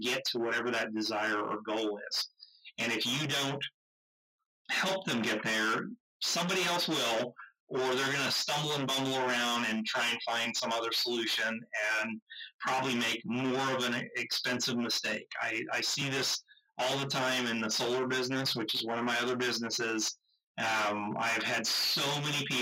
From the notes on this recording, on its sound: We apologize for the audio quality of this episode